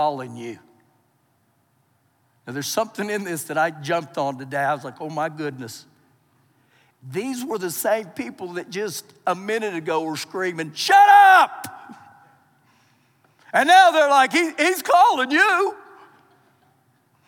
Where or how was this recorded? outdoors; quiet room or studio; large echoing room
large echoing room